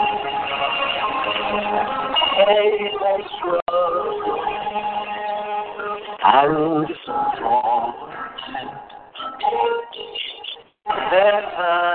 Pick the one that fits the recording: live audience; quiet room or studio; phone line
phone line